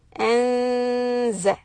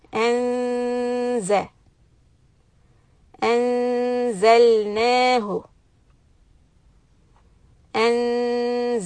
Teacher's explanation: And it is going to be ikhfa, and the noon is followed by letter zai. So we have to do the ikhfa sound, keeping in mind that the tongue position should be very close to the makhraj of zai